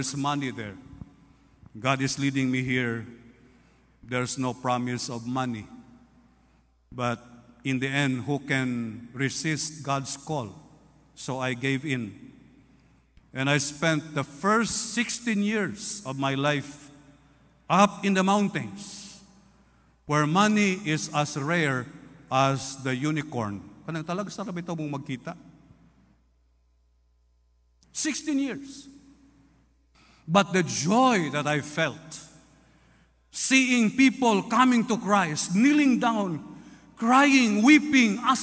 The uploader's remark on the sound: This podcast was recorded live last April 9, 2023 at Zamboanga City Alliance Evangelical Church.